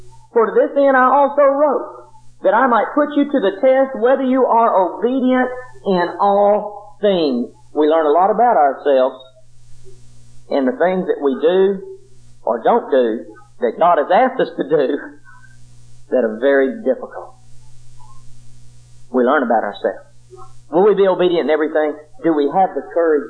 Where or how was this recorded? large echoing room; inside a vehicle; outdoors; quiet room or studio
large echoing room